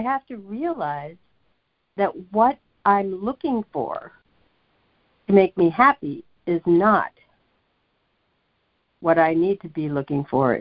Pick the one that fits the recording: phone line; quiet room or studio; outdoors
phone line